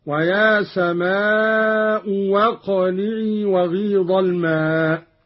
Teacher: قرأ قانون بإبدال الهمزة الثانية واوا